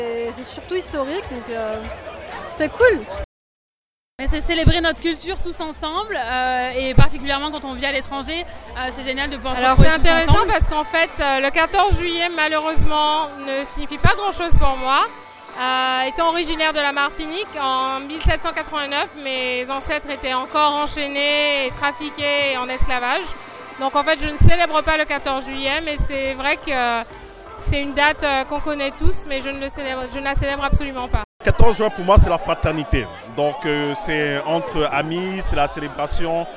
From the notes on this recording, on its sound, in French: Et cette dernière n'a pas hésité à tendre son micro aux personnes qu'elle a croisé, afin de récolter les témoignages de tous ces francophones et francophiles, qui s'étaient déplacés au Cabana Pool Bar à l'occasion de cette soirée. Choqfm 105.1 était à l'événement Bastille Day d'Apéro Chic ! Et cette dernière n'a pas hésité à tendre son micro aux personnes qu'elle a croisé, afin de récolter les témoignages de tous ces francophones et francophiles, qui s'étaient déplacés au Cabana Pool Bar à l'occasion de cette soirée.